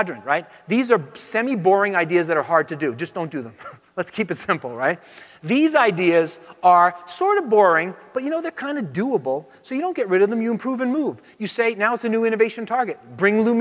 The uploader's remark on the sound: Talk at Autodesk University